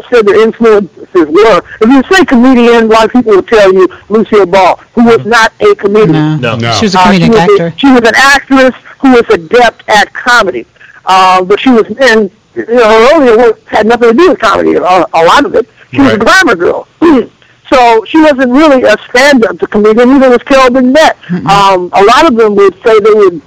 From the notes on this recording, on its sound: Calls to the Let's Be Frank Show.